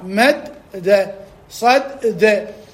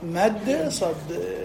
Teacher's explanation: ثم ندغم الدال الأولى بالدال الثانية تحقق شرط الإدغام وهو كون الحرف الأول ساكنا والحرف الثاني متحركا · Shown in: second take · وهذا هو العمل الثاني الإدغام.